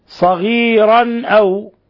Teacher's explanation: تنوين فتح جاء بعد حرف الهمزة الحكم التجويدي إظهار حلقي